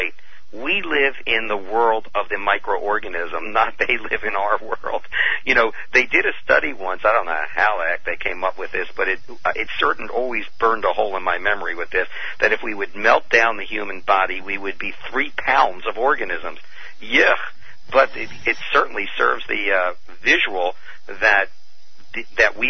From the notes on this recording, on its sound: Open phone lines. Healthy Talk Radio.